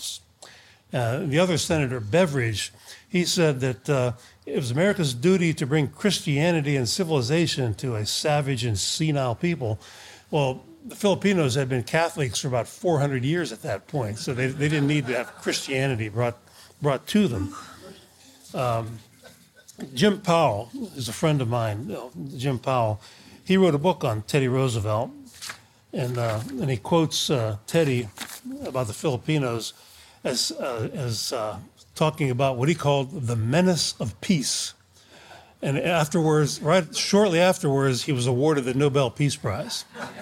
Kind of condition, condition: setting, live audience